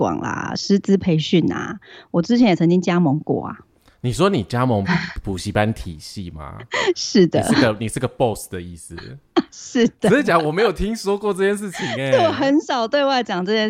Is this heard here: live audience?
no